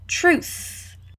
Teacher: Ali no final é a pronúncia do TH não vozeado.